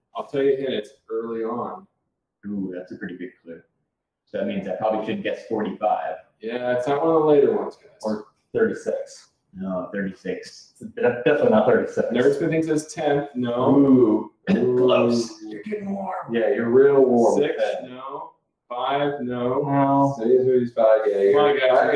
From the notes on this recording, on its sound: Record their session live in person on what sounds like a recording device from the 40's. Despite numerous technical issues.